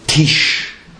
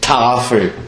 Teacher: T, das ist ein sehr explosiver Laut.